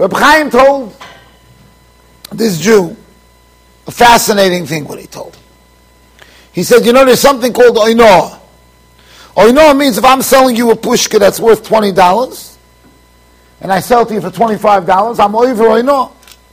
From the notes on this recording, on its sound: Shiur recorded in Yeshivas Ohr Reuven, Monsey NY.